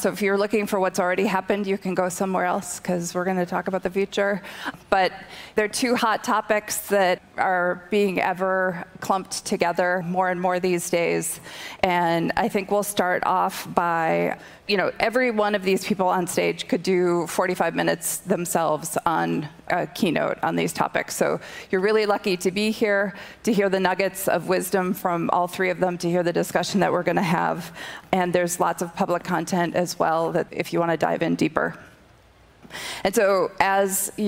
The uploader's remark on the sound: I had a chance to participate in a panel discussion. On the main stage of Augmented World Expo on the opening day.